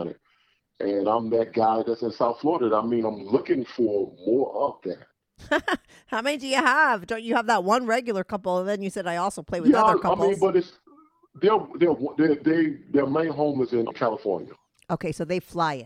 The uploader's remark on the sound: he called in to talk all about it